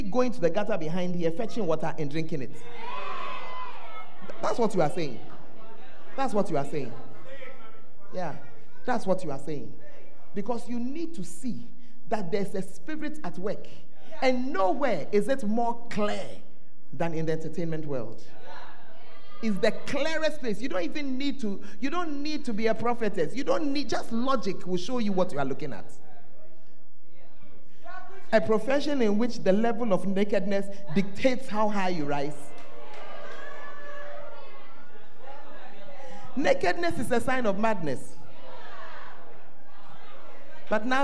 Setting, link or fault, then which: setting, large echoing room